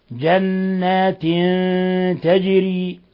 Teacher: قوله تعالى: فأثابهم الله بما قالوا جنات، نون مشددة، جنات تغن مقدار حركتين، ثم تنوين كسر جاء بعده التاء: جنات تجري، الحكم التجويدي إخفاء حقيقي